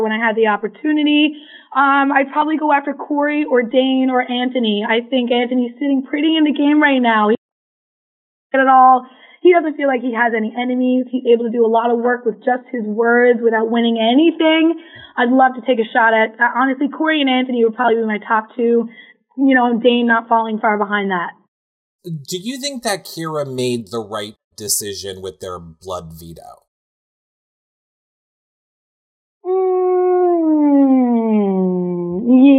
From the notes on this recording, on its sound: Phone Interview.